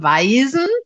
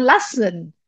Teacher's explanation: Sie, wie zwei S? Naja, das weiche S von weisen und das scharfe S von lassen